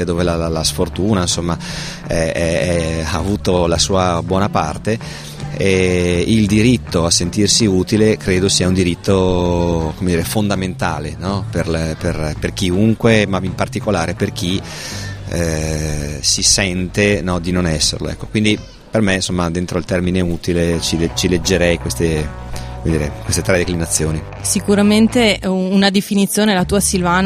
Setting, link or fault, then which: setting, outdoors